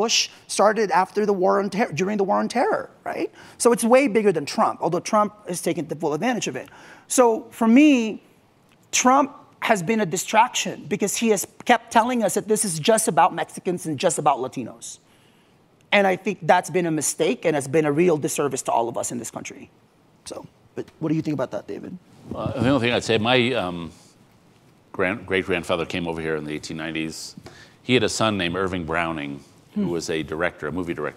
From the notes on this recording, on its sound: from the Aspen Ideas Festival.